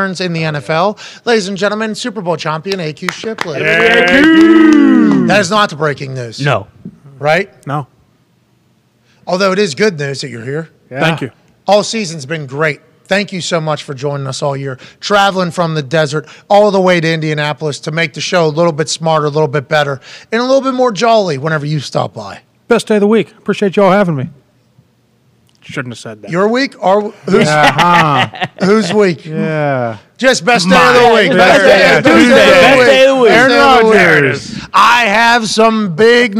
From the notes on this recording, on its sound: LIVE From The ThunderDome.